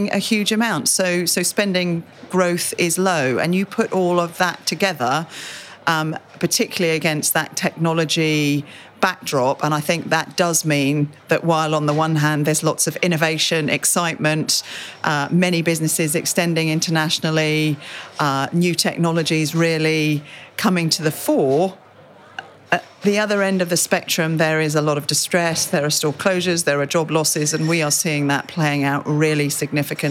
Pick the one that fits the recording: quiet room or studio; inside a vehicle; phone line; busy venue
busy venue